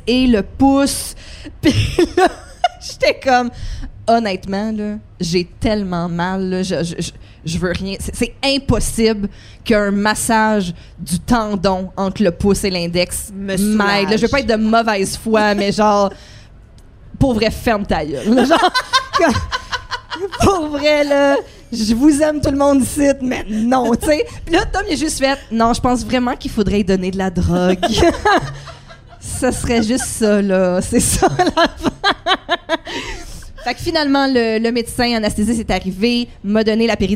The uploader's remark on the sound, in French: LIVE au festival Juste pour rire à Montréal